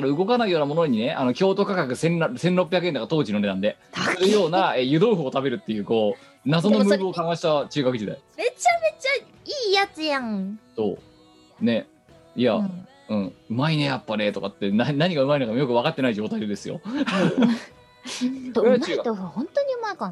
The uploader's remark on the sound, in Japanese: 本番組はリモート収録です。収録時環境の影響により、聴き取り辛い部分があります。